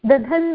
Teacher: अभ्यासे चर्चा इति अभ्यासे चर्चा किं करोति महाप्राणस्य अल्पप्राणत्वं भवति तर्हि दधन् इति भवति दकार ह्रस्व अल्पप्राणदकारः अनन्तरं महाप्राणदकारः नकारः